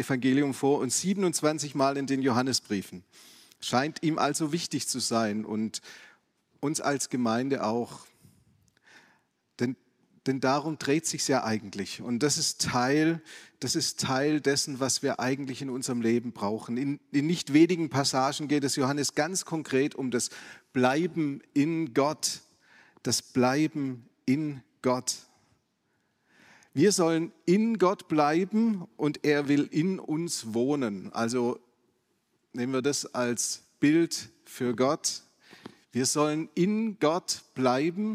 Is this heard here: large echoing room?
yes